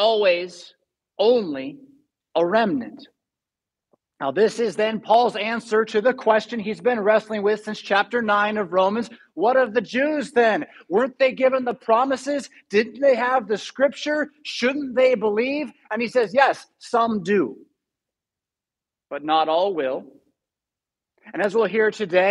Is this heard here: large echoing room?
yes